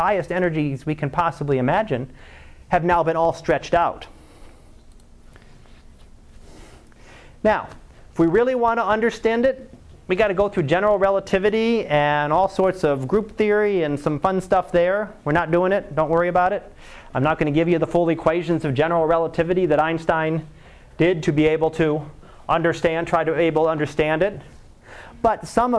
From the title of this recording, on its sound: Live Class Lecture